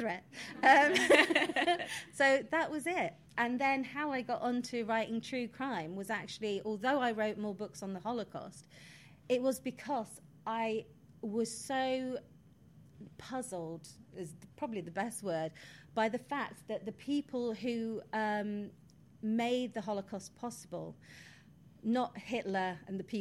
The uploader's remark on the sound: CrimeCon UK 2022 Live. In this unique live recording.